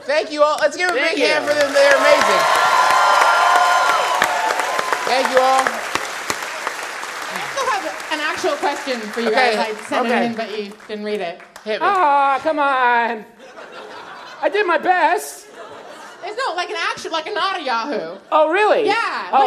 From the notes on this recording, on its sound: Live Shows in Portland. Our nearly two-hour-long live show in beautiful Portland, Ore., which we performed after not doing a live show for over six months. It was also our first live show using lavalier mics, which led to a lot of what we in the comedy industry like to call "working the room."